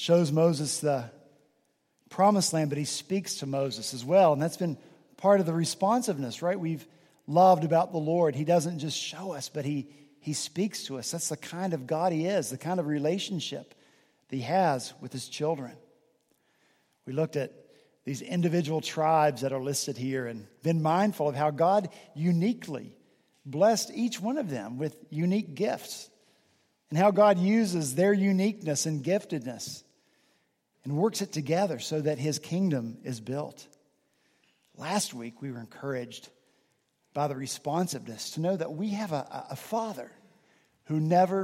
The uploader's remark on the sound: this past Sunday, November 5 at Redeemer Presbyterian Church in Charleston, SC